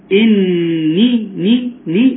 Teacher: وبركاته، النون هي اللي مكسورة، اني ني ني النون هي المكسورة، انما الياء مادية تمد مقدار حركتين